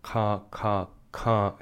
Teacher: You might feel, actually, the back of your tongue, almost, it might feel like, the back of your tongue pressing up, ka, ka, ka, just at the beginning of that sound, ka, ka, ka, ka, ka, ka, ka, ka.